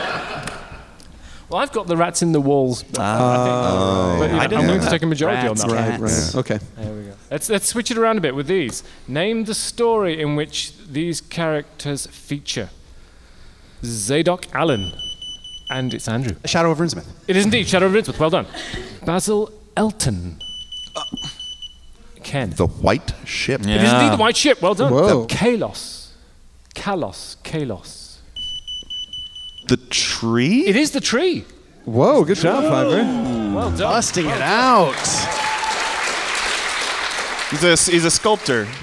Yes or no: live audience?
yes